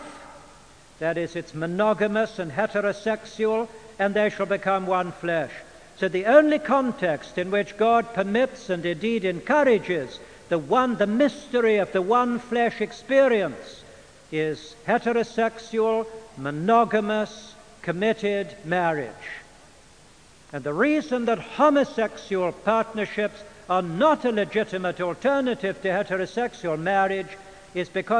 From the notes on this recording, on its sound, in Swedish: Inspelad i Immanuelskyrkan, Stockholm 1992-05-22 klockan 14.